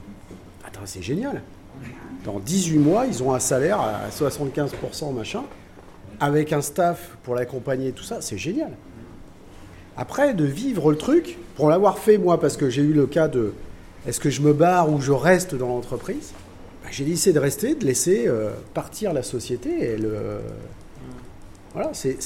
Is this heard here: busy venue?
yes